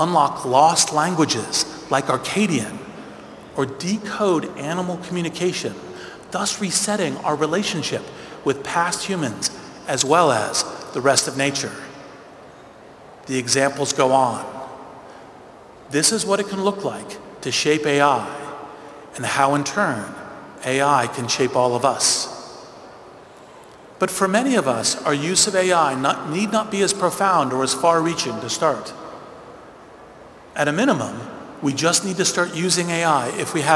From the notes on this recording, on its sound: Commencement Speech at Bologna Business School. At the Bologna Business School at the University of Bologna, the oldest university in the Western world.